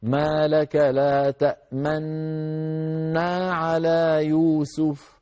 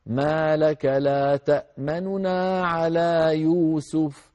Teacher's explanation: تأمننا لكن نخفض ونسرع قليلا عند النون الأولى من النونين · Shown in: second take · Term: الروم